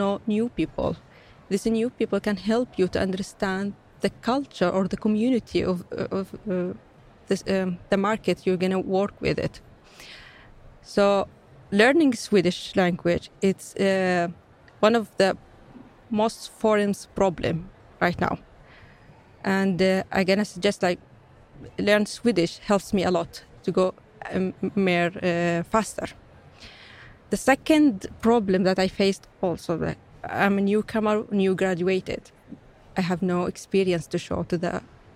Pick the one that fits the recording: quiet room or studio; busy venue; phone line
busy venue